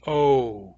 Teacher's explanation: The lips are more open at the beginning and less open at the end. O. That's because we're going from an O to an U. · Term: diphthong